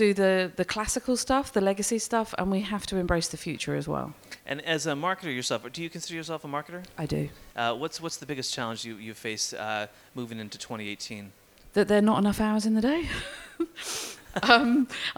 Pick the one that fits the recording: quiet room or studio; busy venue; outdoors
busy venue